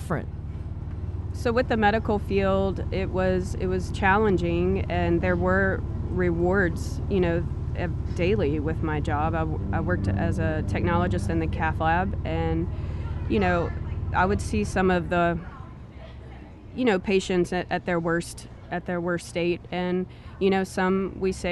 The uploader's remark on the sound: On Columbia Street in the heart of downtown Covington, you'll find Cured. Joined us in their back garden.